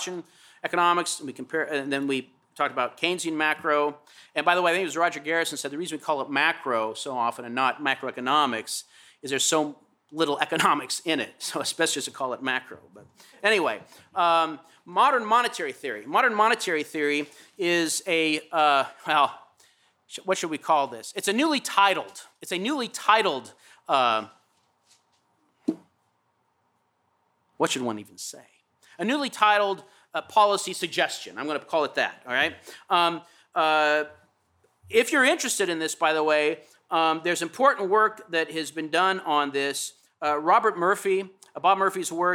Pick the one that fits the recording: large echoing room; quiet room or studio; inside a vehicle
large echoing room